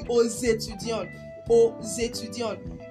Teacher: You will notice a liaison in the Ozetudion as I pronounce the X as Z. I pronounce letter X as Z because the word that follows it is a vowel.